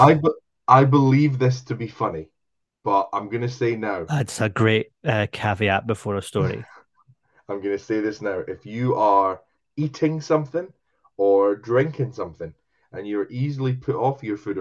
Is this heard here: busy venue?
no